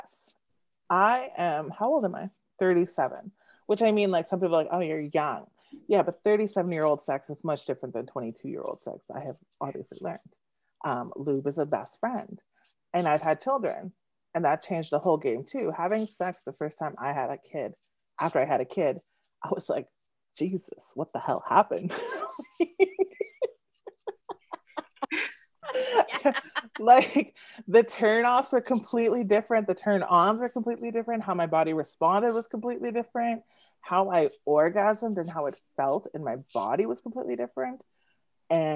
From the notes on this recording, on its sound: This is our first live recording with video via an online conference! This author chat was part of the ILSA Conference, that happened in June 2021.